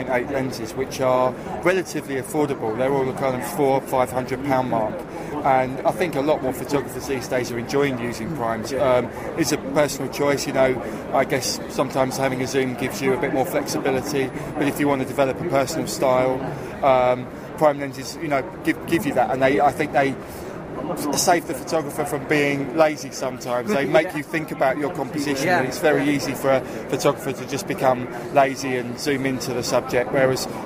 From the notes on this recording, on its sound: Conversations recorded live at The Photography Show 2017. I recorded a number of informal conversions with manufacturers and service providers whilst there.